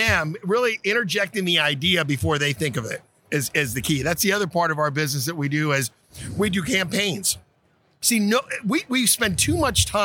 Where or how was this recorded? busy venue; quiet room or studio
busy venue